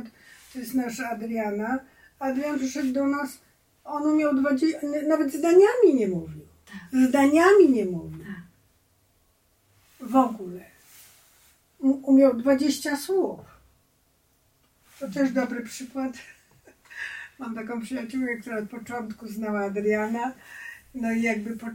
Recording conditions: poor sound quality